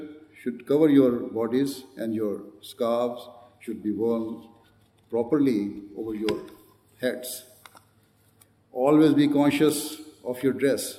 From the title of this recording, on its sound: Address at National Ijtema 2019 of the Ahmadiyya Muslim Women Association UK